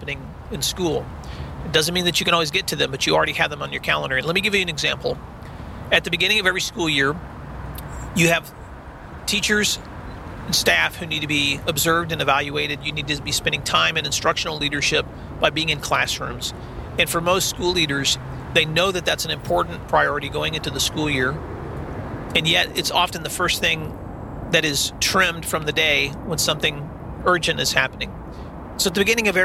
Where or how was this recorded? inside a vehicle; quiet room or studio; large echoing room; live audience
inside a vehicle